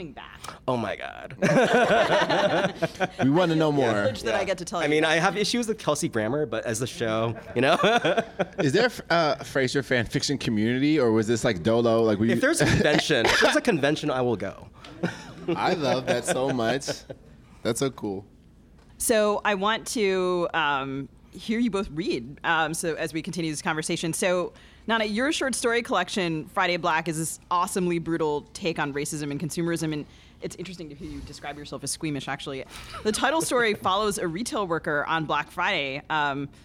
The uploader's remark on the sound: Live from the Unbound Book Festival in Columbia, Missouri. Take questions from the live audience at Unbound.